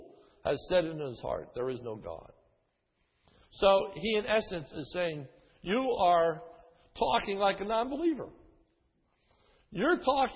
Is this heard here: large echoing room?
yes